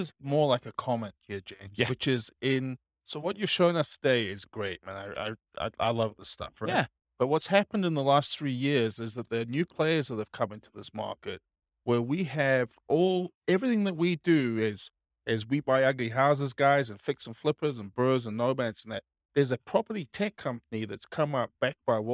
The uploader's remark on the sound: This was a live class recorded